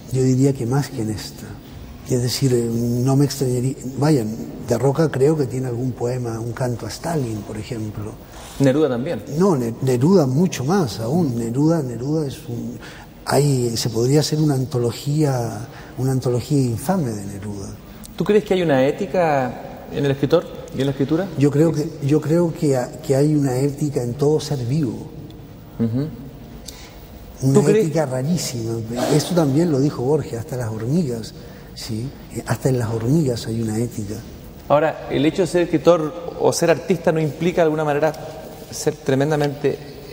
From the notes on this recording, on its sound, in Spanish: grabadas en la Feria Internacional del Libro de Chile, en 1999